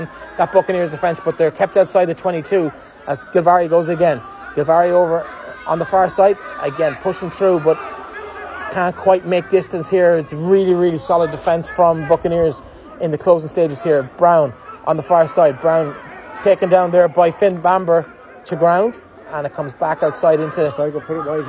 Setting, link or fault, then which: setting, busy venue